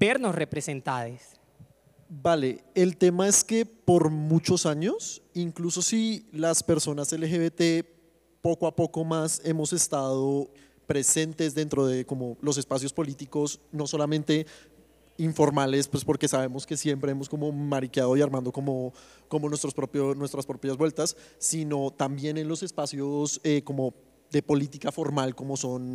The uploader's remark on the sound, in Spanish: En el marco de Ritmos de la Intuición, la exposición de 070, nos aliamos con FESCOL para conversar en Todo es Político en vivo.